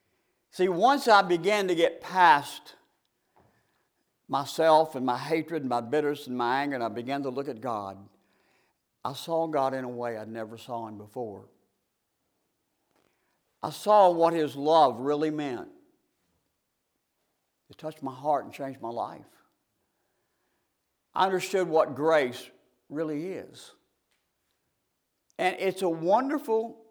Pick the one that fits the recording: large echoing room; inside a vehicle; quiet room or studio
large echoing room